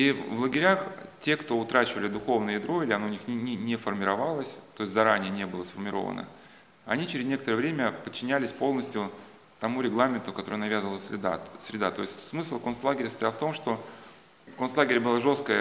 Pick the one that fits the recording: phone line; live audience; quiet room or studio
live audience